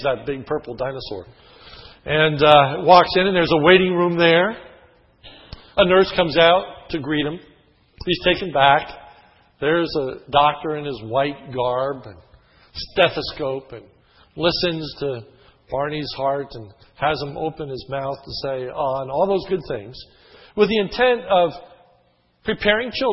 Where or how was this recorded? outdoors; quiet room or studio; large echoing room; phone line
large echoing room